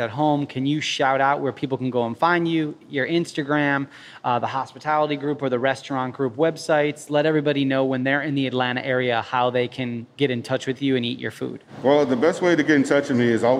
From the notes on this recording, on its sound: We recorded this episode live at Samesa